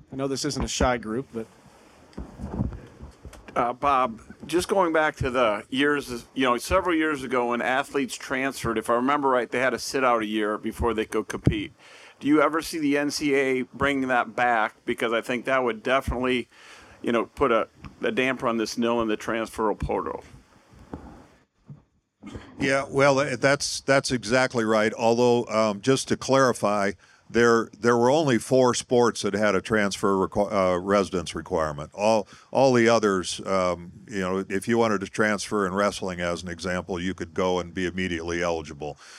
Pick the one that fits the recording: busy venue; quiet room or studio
busy venue